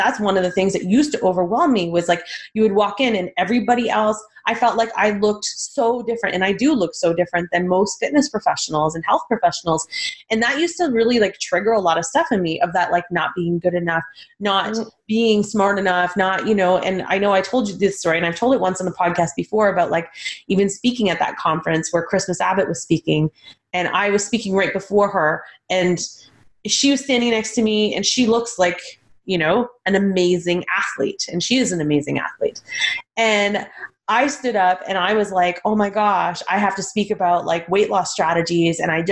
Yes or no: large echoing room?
no